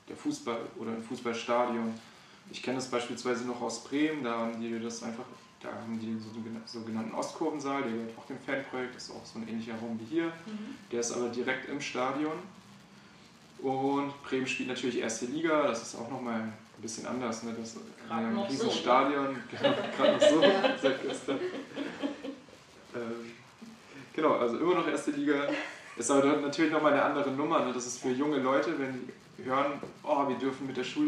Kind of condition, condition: fault, poor sound quality